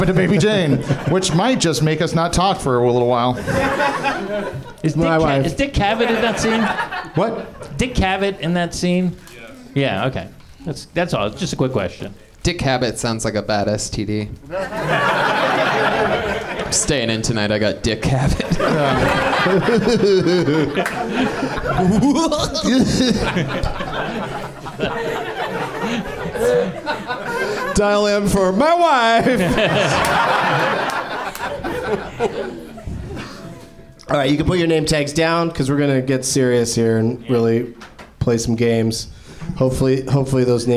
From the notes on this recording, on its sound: Live from the NerdMelt Showroom in LA